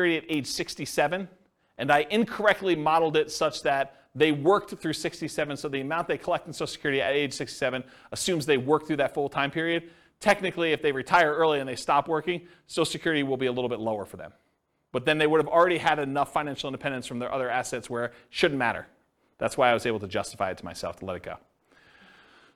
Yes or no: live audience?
yes